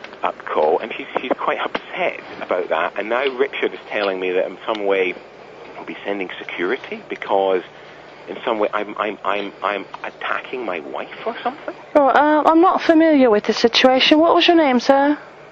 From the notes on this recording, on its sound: RBCP's Personal Prank Phone Calls Collection